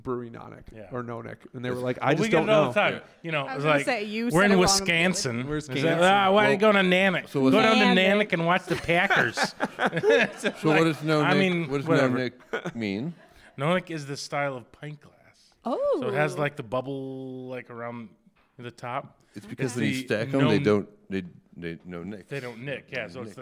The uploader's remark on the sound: Recorded LIVE in front of an audience inside the Spirit Room at the Mabel Tainter Theatre.